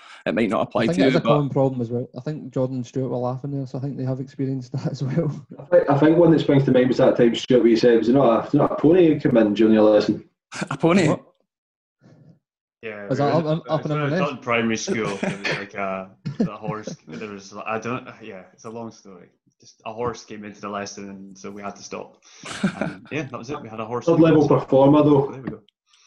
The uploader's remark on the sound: our second live webinar